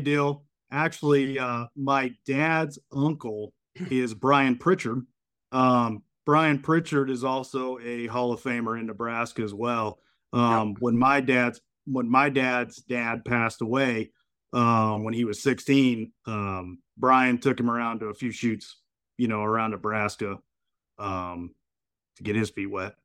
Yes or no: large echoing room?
no